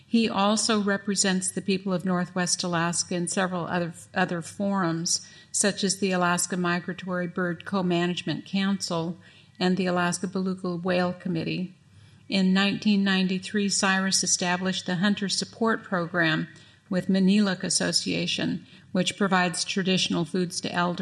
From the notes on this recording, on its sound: This event was recorded at the Alaska Native Heritage Center. This event was recorded at the Alaska Native Heritage Center.